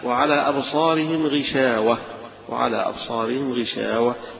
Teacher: يبقى بفتح الواو هنا وبالهاء الساكنة في آخرها